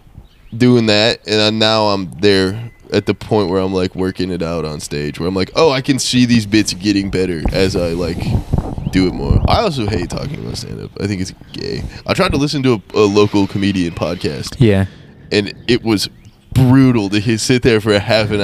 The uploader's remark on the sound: Another outside pod with a lot of nonsense silly talk.